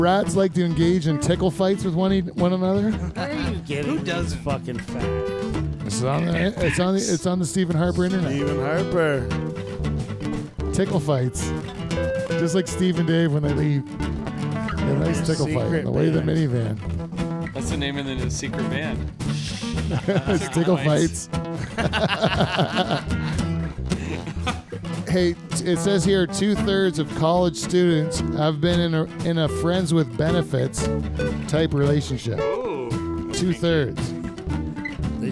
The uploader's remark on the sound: Goes on location to the site of this year's Bushstock Music Festival. On Location Lakeside Vista. Goes on location to the site of this year's Bushstock Music Festival.